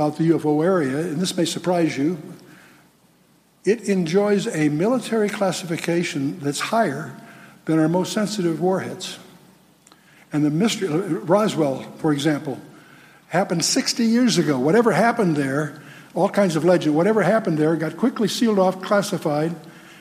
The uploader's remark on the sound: spoke at Calvary South Denver in Littleton Colorado on July 24, 2013